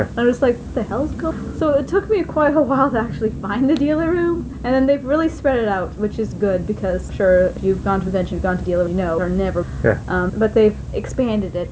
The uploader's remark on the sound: As we recap our experiences at Anime North 2014 in Toronto, Canada. The audio quality varies in this episode as we recorded some of the clips each day at the convention.